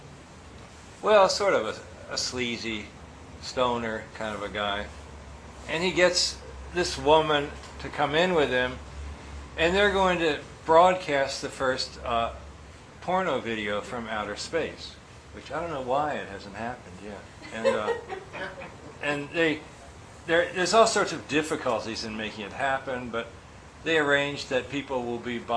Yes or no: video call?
no